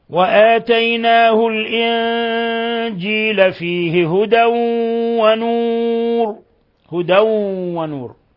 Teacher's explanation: تنوين فتح جاء بعده الواو، الحكم التجويدي إضغام بغنة